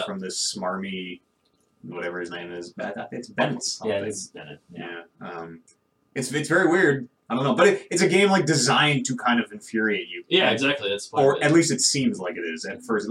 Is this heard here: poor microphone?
yes